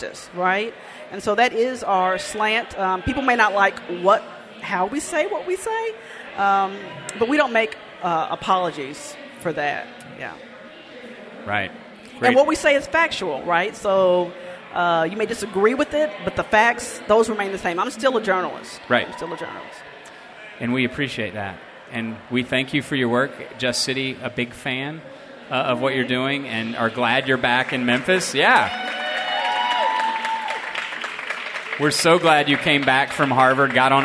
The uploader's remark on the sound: Before a live audience at an OAM Network fundraiser earlier this month.